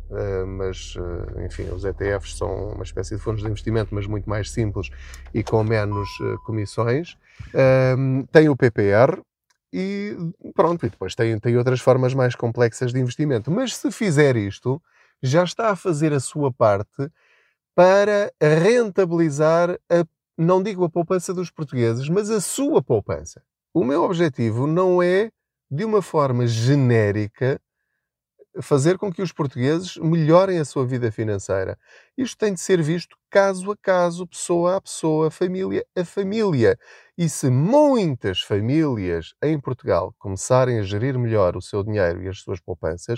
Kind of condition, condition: setting, inside a vehicle